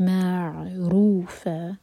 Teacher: عین پر تھوڑا سا ٹائم دیں گے تاکہ جھٹکا نہ ہو. رو ہے بھی اور فا دوہر کا لمبا، یہ ہے مد عوض عن التنوین، فتح کی تنوین پر جب بھی ہم رکتے ہیں تو دو حرکہ کھینچ کر رکیں گے.